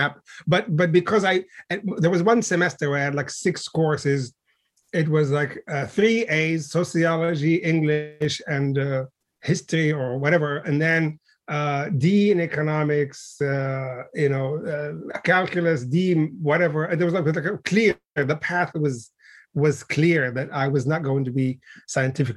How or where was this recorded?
video call